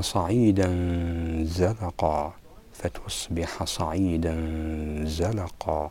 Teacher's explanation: أخفي التنوين بسبب مجيء حرف الإخفاء بعده وهو الزاي، وشممنا التنوين مخرج الزاي، فهذا هو الإشمام، حتى قربنا التنوين من مخرج الزاي.